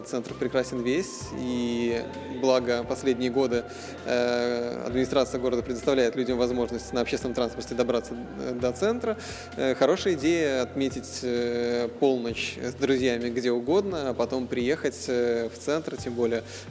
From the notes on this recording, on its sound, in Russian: «Podcast TRAVEL TIME» на фестивале «Теперьбург».